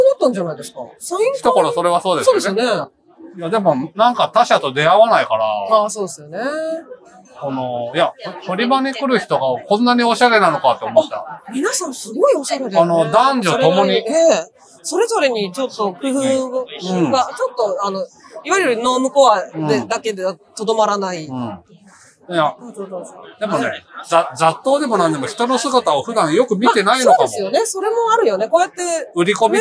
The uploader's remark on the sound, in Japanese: 文学フリマ大阪（2022/09/25開催）の会場から、マスク着用＆小声収録でお送りする14回目